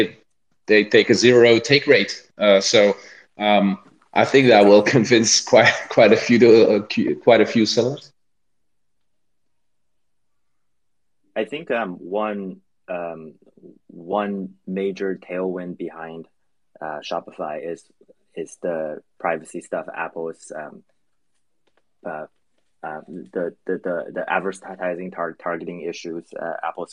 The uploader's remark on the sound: The recording from the Twitter Spaces event